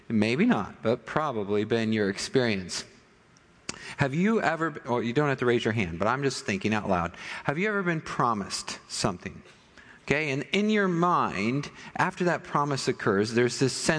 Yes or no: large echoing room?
yes